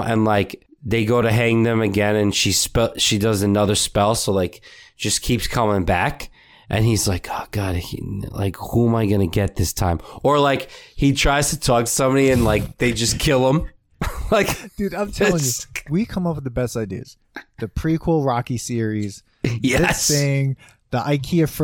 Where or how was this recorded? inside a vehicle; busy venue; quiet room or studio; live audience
quiet room or studio